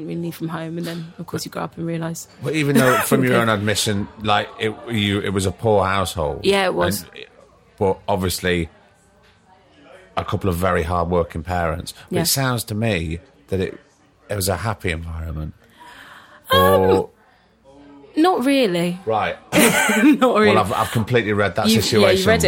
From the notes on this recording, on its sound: We met up with her in the basement room of Maison Bertaux in Soho